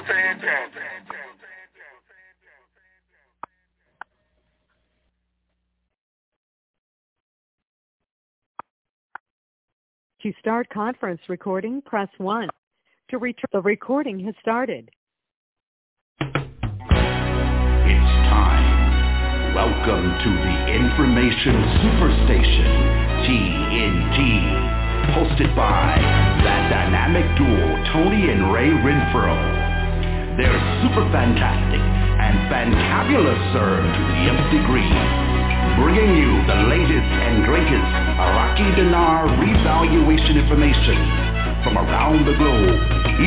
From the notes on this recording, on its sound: TNTSuperfantastic Conference Call.